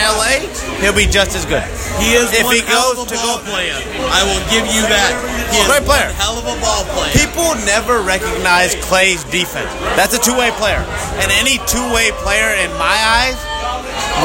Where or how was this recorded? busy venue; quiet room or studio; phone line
busy venue